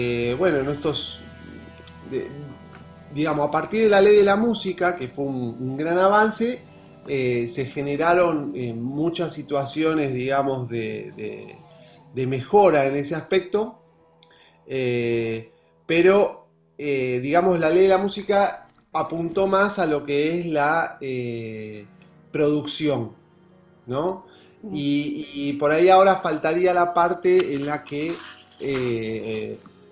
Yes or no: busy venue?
no